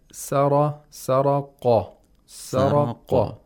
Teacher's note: For pronouncing qaf, the root of the tongue is raised. But for ra, it's not raised. · The qaf has pharyngealization. Practically, we can say it is pronounced deeper in the mouth.